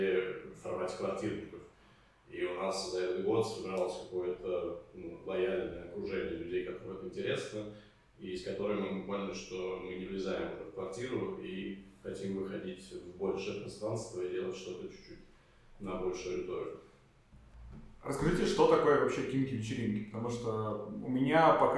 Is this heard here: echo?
yes